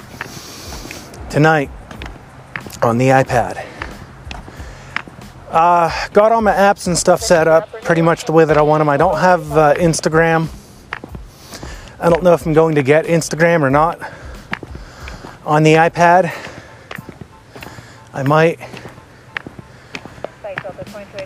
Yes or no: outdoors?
yes